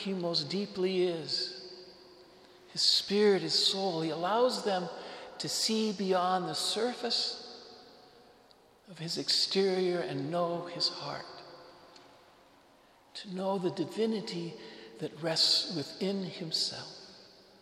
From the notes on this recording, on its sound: Homily delivered to the Saint Francis Catholic Community of Cuenca, Ecuador.